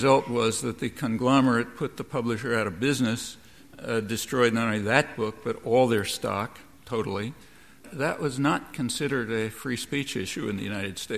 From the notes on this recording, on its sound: Recorded at First Parish Church at an event marking the 25th anniversary of South End Press.